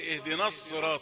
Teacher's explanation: لقد فخمت النون وهي ليست من حروف التفخيم بأي حال. اهدنا، اقف عندها اقول اهدنا، خلاص مشيها مرققة وهات الصاد بعدها، يعني تنتقل بسرعة ادوات النطق، تنتقل بخفة من ايه، من النون المرققة.